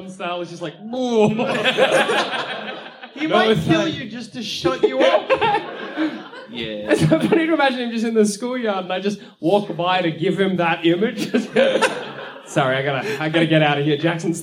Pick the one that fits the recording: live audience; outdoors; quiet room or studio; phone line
live audience